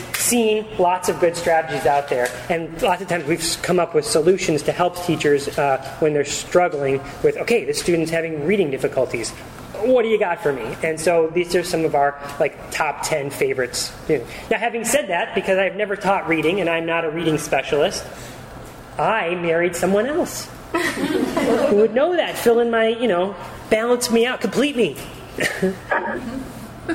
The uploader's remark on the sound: This episode features a recording of a live presentation. At the 2012 Virginia Society for Technology in Education Conference.